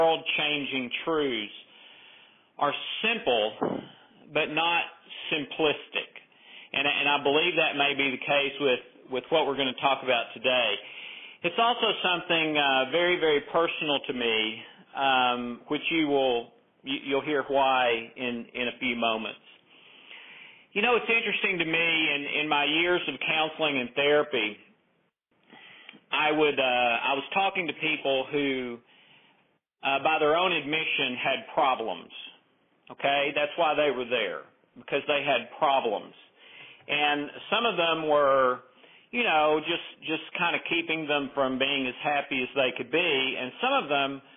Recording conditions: phone line